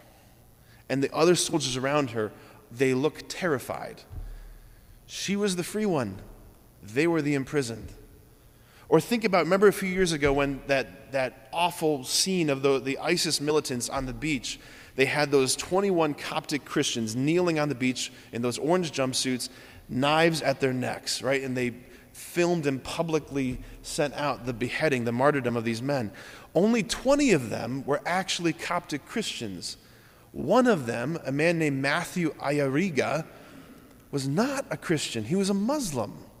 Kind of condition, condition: setting, large echoing room